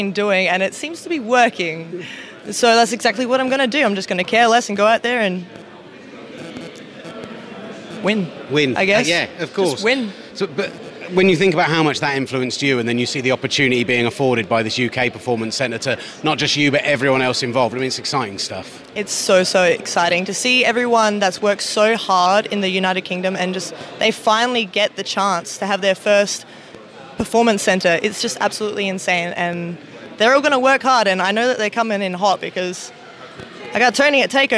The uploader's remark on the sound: The Pro Wrestling Show comes live from the NXT UK PC.